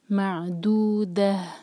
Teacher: معدودہ، یہاں رکیں گے تو التاء مربوطہ ہا میں چینج ہوگا اور پھر ہماری ہا کی آواز کلیئر آنی چاہیے. معدودہ، اگر یہاں نہ رکیں تب ہمیں یہاں پر پھر اخفا کرنا ہوگا تاکہ اوپر تنوین ہے.